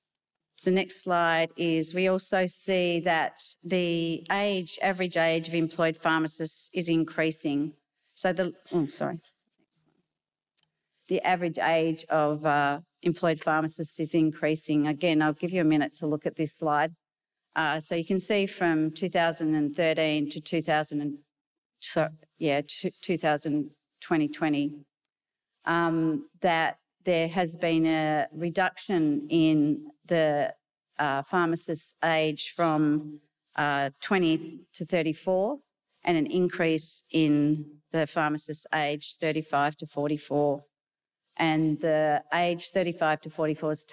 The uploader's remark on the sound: a session that was held at the Australian Pharmacy Professionals’ conference at the Gold Coast